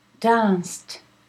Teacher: The ED here is in contact with S. So S is voiceless, so it's a T.